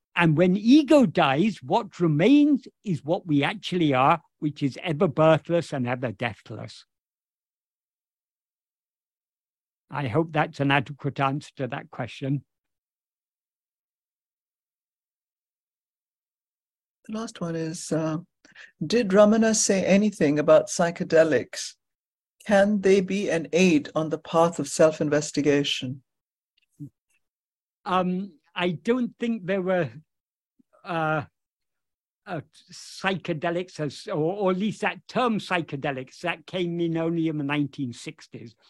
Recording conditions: video call